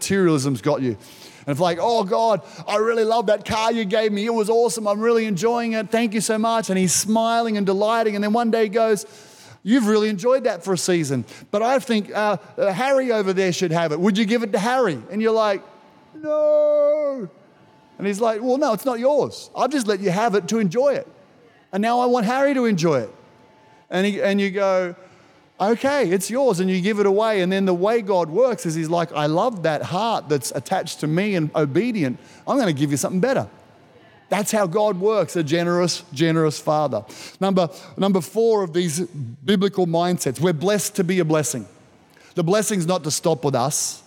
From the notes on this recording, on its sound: This was recorded in our 9am service on the 27th of February, 2022